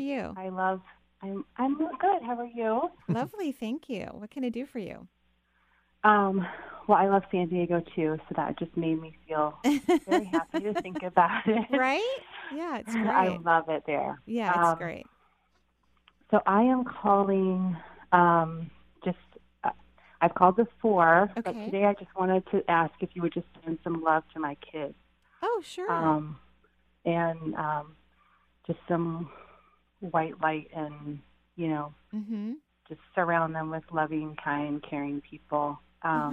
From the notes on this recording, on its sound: Today is a call-in show.